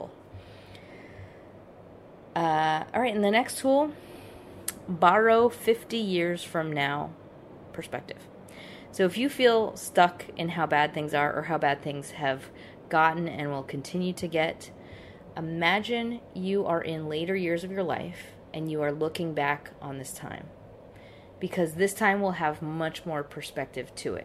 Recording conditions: background noise